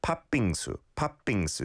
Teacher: There's no separate t sound after the pat.